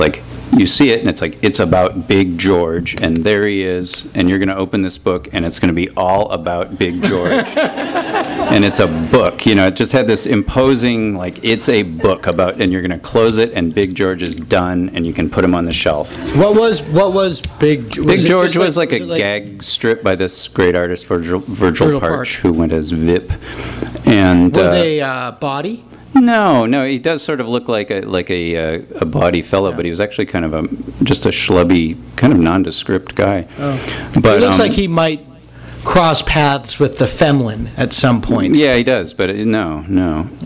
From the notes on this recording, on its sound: After a slideshow presentation. For a discussion and Q&A! THIS EVENT WAS RECORDED LIVE AT SKYLIGHT BOOKS.